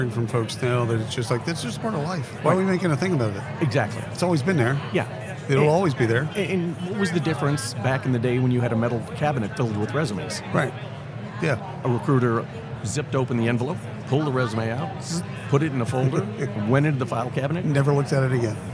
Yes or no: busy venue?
yes